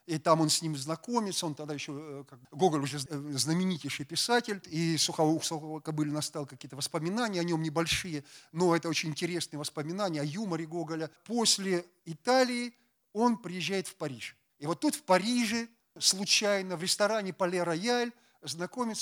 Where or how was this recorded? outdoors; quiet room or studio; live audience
live audience